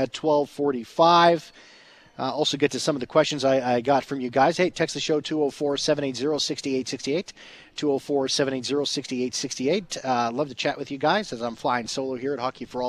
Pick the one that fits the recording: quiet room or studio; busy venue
busy venue